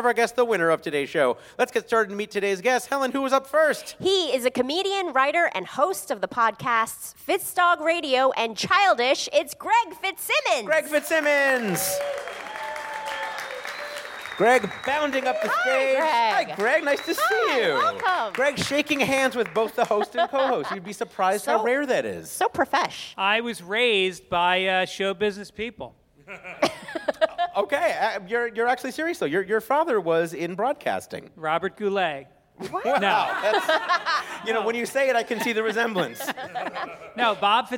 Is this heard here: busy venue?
yes